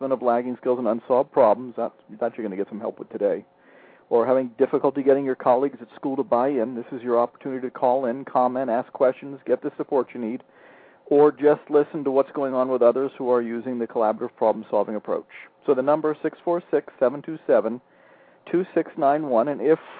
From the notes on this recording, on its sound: spent some time with a classroom teacher who called